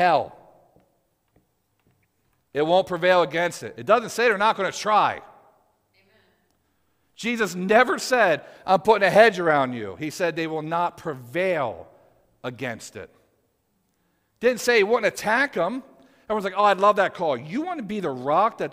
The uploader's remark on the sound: Audio from PFFM's Live Prophetic Service on March 31st, 2023!